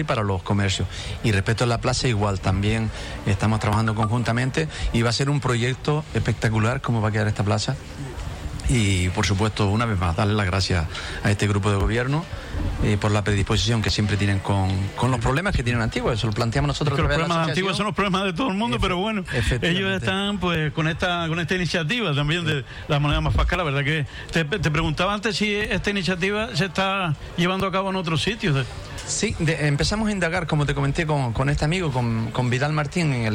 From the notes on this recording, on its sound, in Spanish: En directo desde el Mercado Agrícola. Dentro del programa especial desde el Mercado Agrícola en la plaza de Antigua.